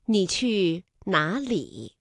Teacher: 里是赏声字，那么放在句尾呢依然读赏声字